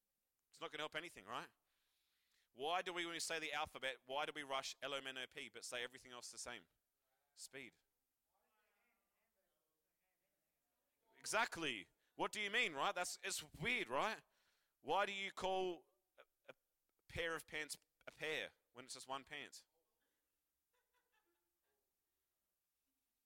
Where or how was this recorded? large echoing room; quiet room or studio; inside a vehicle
large echoing room